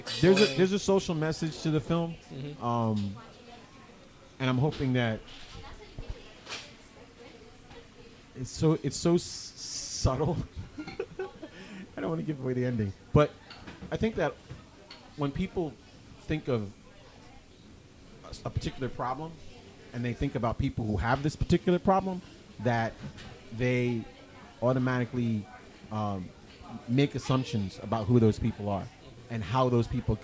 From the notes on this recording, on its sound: at the KGFC Filmmakers Lounge hosted by Ateaz Organic Coffee & Tea